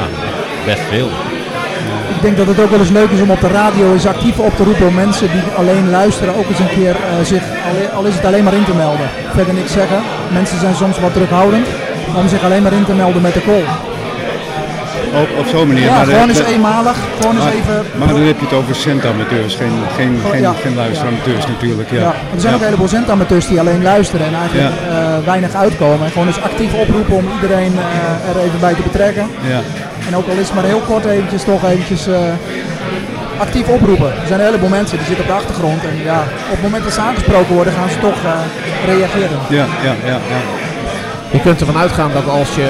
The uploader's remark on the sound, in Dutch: Vandaag is de Technische Praatjes Podcast aanwezig bij de Meet & Greet. De geluidskwaliteit is niet wat u gewend bent van ons, maar wij moesten de opnames doen in een zaal met meer dan 50 praatgrage radiozendamateurs!